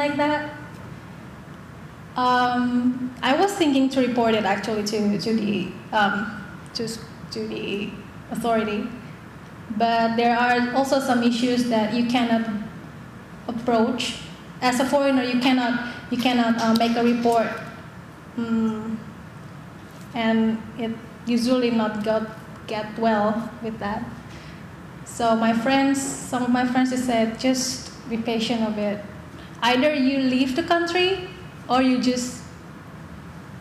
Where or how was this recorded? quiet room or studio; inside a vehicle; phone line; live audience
live audience